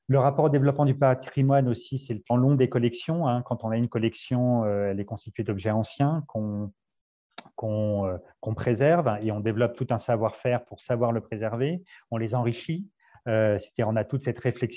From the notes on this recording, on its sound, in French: Séance enregistrée sur Zoom